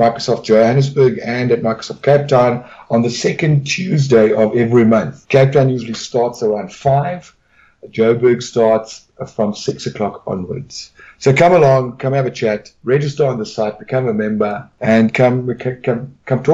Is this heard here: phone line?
no